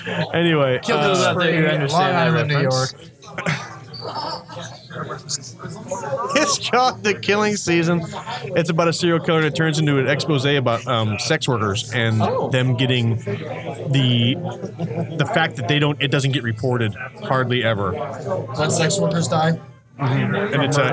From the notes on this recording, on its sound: A rambling , drunk, live recording from the amazing Loughmillers in downtown Indianapolis! We have two special guests (one planned one not).